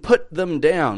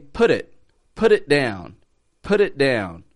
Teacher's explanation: notice the T is linking to the following word, put it, and it's kind of making a D sound · Shown in: second take